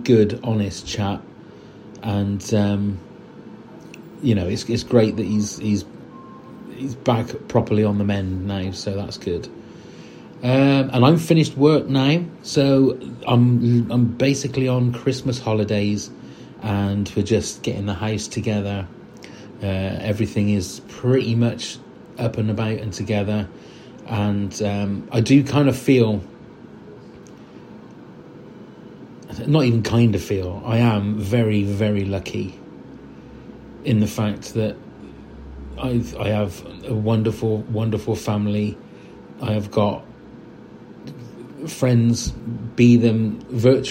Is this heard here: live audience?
no